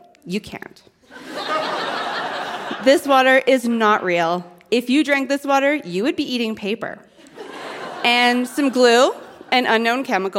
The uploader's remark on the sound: Recorded live at the Leacock Theatre at Mount Royal University in Calgary.